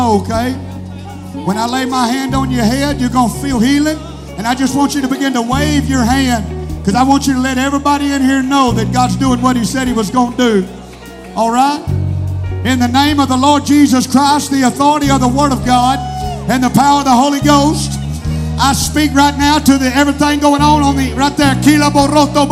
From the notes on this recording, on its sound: Sunday Night Worship Service. Potts Camp, MS 38659.